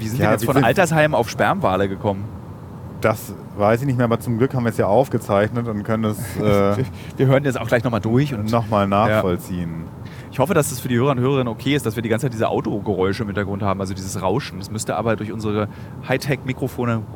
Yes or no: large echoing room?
no